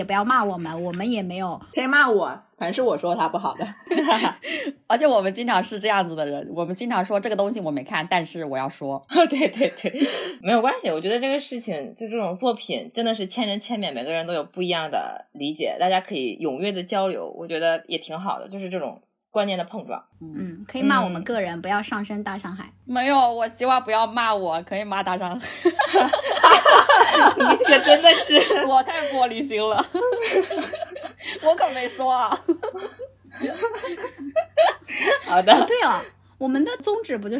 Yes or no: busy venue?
no